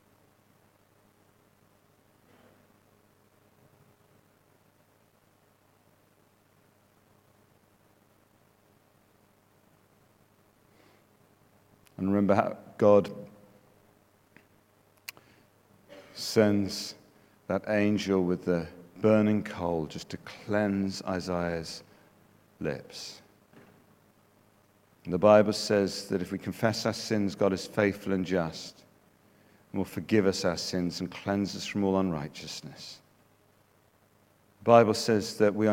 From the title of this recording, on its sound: Speaking at The Message Conference 2019